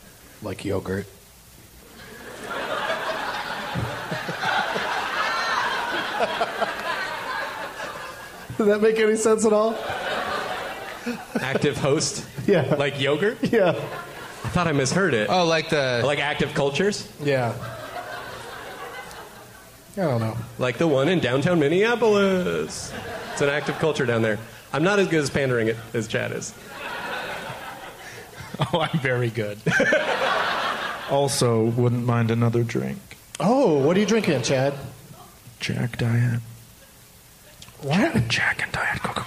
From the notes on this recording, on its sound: Live from the Varsity Theater in Minneapolis, MN